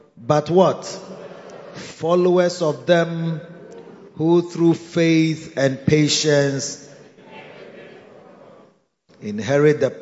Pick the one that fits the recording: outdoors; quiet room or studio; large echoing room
large echoing room